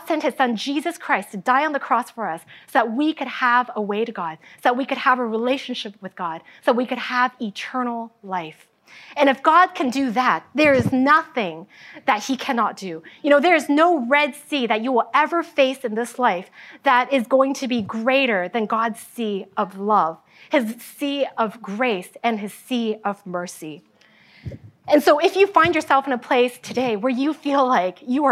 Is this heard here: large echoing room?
yes